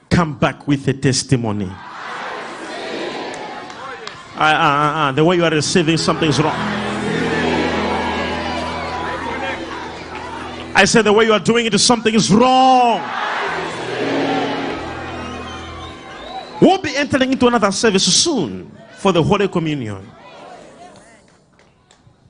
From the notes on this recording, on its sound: LIVE SUNDAY SERVICE.